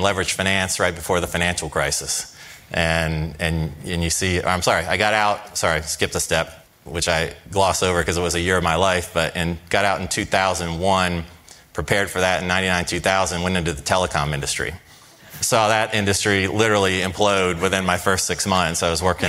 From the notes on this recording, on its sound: Live from Barings 360.